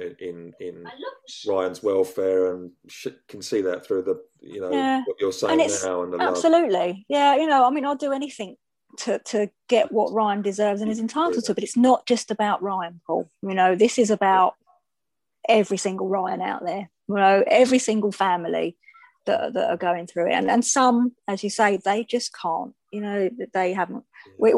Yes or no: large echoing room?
no